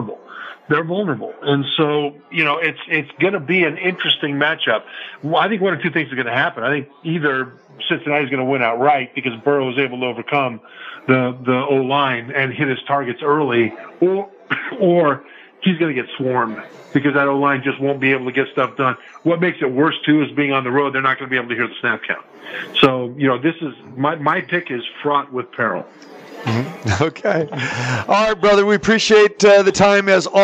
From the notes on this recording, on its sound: Football Friday Live from the Superbook at the Westgate Las Vegas.